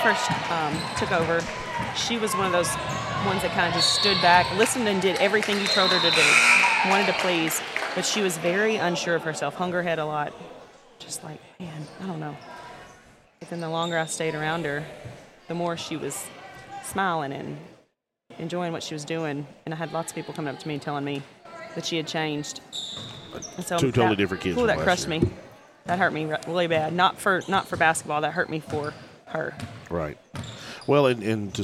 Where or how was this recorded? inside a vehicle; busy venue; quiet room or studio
busy venue